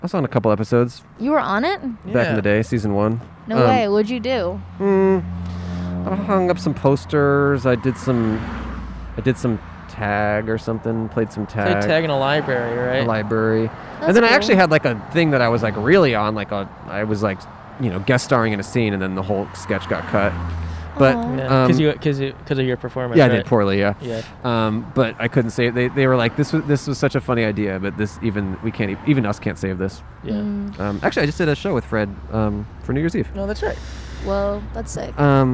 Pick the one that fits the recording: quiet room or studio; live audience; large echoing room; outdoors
outdoors